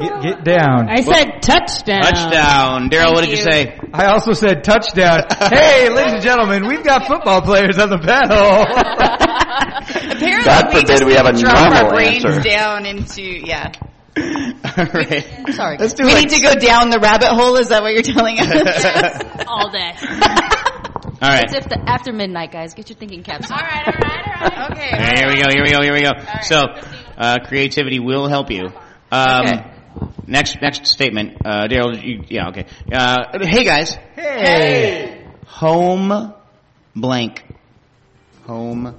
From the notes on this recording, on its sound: We were joined on the panel and in the audience by the Seattle Majestics women's tackle football team.